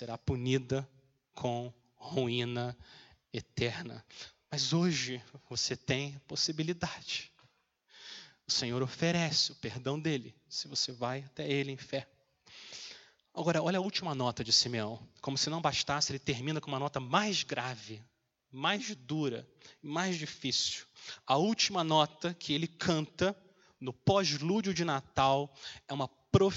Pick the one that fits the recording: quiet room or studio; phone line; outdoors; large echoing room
large echoing room